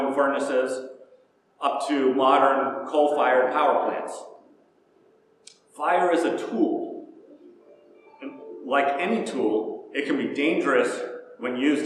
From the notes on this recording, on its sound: Preached at First Presbyterian Church of Rolla.